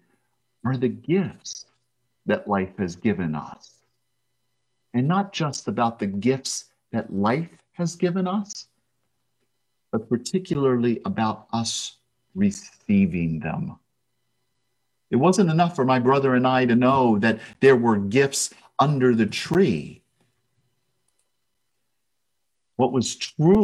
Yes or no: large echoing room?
yes